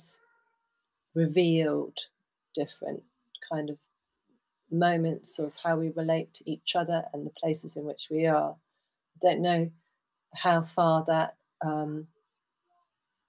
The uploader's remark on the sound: Please note: These podcasts were recorded in different locations and with a range of equipment. As such the sound quality varies and at times external factors are more present than ideal in the recordings.